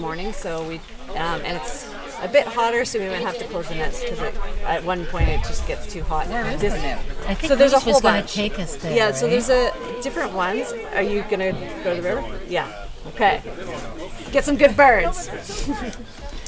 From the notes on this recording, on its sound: During the grand opening of the Hillardton Marsh Visitor Centre. Immerse yourself in the captivating sounds from the bird banding table.